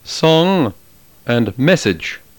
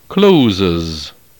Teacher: S, in classical Latin, is always pronounced soft or unvoiced · Shown in: first take · s, as in the English words song and message.